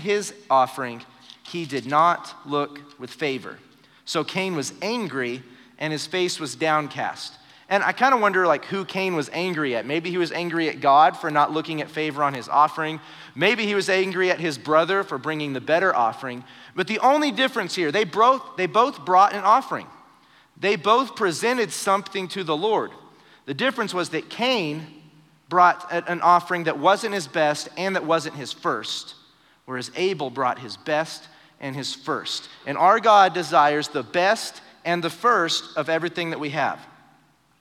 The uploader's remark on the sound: Recorded live during our Wednesday night service